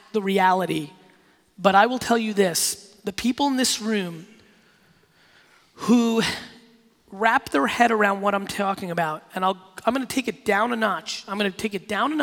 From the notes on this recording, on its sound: PRSM2018 in Nashville, Tennesee. This keynote I did recently in Nashville at PRSM2018. Close it out with a fire Q&A session.